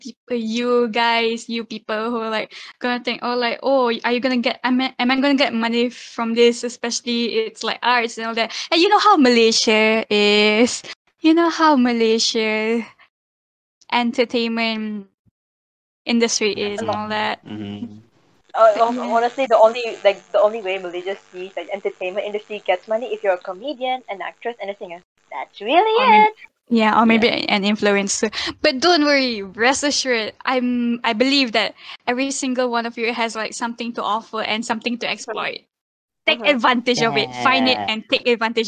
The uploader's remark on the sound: This is the recorded version from our live podcast on MYANDORI discord server during 8th May 2021